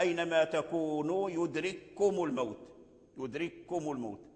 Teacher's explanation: مجزوما ساكن، لما كان الكاف مجزوما ساكن اجتمع مع كاف الخطاب فأدغم الكاف الساكن في المتحرك · Term: إدغام المتماثلين